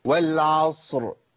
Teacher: صاد ساكنه وراء ساكنه هوصلها بيها مع التسكين · Term: التقاء الساكنين